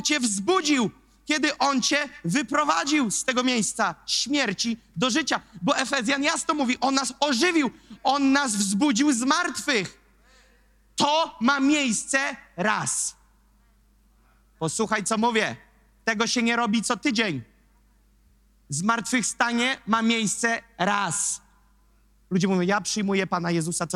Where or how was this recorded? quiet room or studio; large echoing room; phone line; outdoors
large echoing room